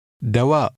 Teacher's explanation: Remember to pronounce the glottal stop at the end of the word.